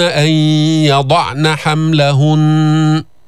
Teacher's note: توقف بالنون المشددة بغنة بمقدار حركتين